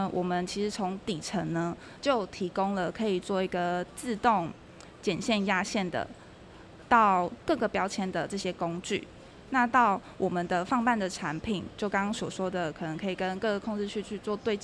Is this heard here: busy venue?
yes